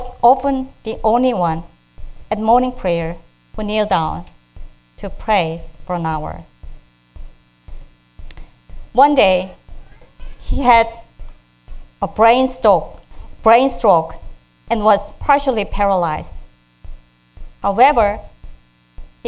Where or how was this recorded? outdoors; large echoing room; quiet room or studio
large echoing room